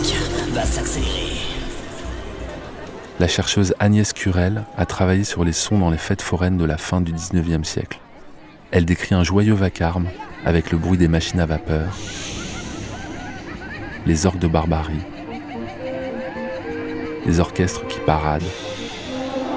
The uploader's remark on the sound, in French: Le bruit de la fête foraine. Le son des manèges, les cris et le fameux "Et zé partiii !" en sont le symbole.